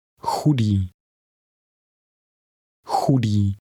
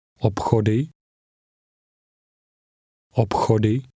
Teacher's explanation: The CH combination will sound like a breathy H.